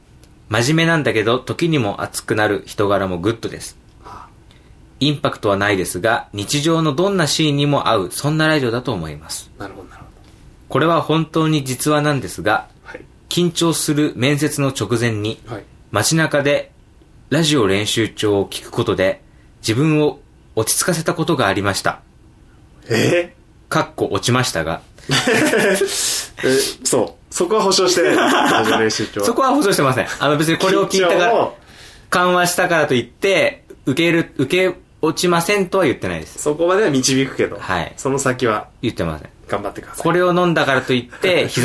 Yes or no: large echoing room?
no